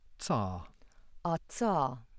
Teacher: the affricate is a voiceless alveolar affricate